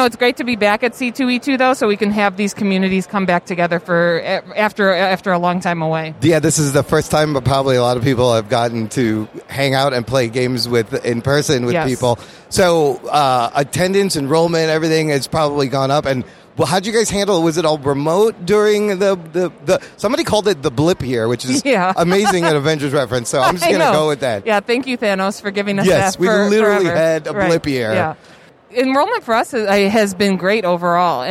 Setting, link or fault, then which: setting, busy venue